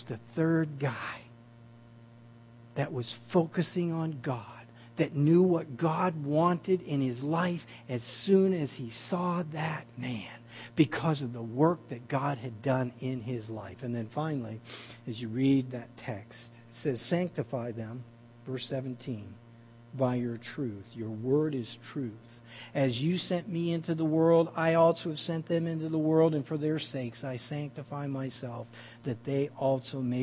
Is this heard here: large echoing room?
yes